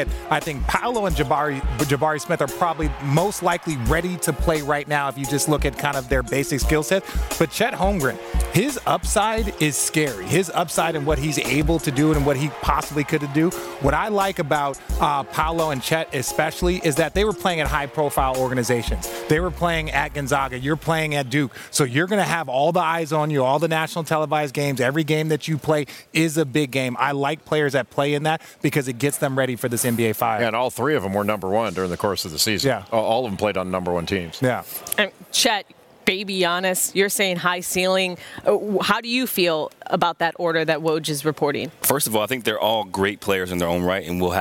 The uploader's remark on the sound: Live from the Draft